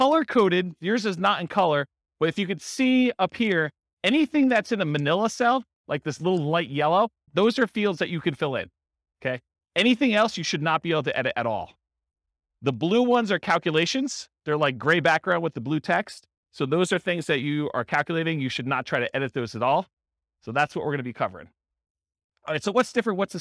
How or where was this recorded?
live audience